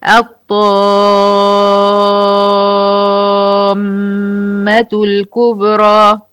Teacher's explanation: مد لازم، يعني العلماء قالوا هيتمد وهيتمد 6 حركات، اجتمعوا على مده واجتمعوا على مقداره. · Term: مد لازم كلمي مثقل